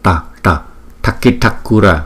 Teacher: Chữ T dấu nặng là chúng ta phải để cong lưỡi lại đọc